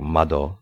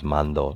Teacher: pre-nasalization of voiced consonants. So you'd sort of stick an N in before words · Shown in: second take · so like mado, the word for window becomes mando.